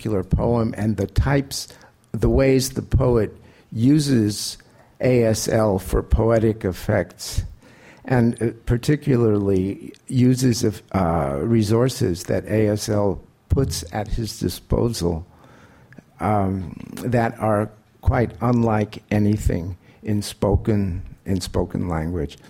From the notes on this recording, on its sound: In this program, the speakers field questions from the audience and the seminar is concluded.